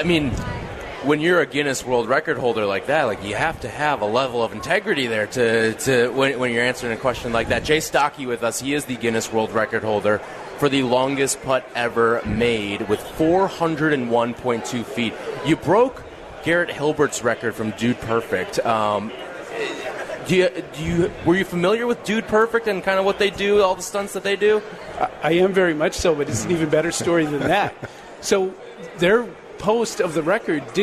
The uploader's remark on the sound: Live in Rosemount, IL, for the Chicago Golf Show.